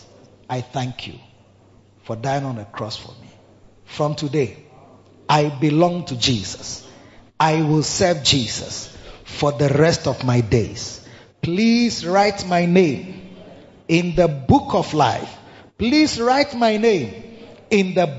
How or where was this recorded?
large echoing room